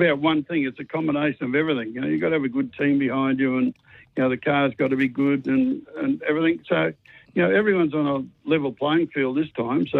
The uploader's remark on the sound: phoned in to wish him many happy returns of the day